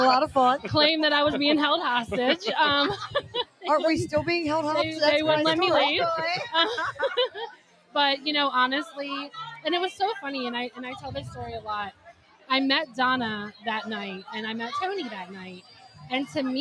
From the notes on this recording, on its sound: We are LIVE from TPA for the Sixburgh Strong Karaoke.